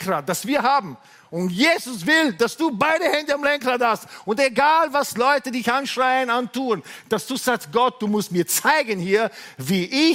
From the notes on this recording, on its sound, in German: Gottesdienst live aus der LIFE Church Wien.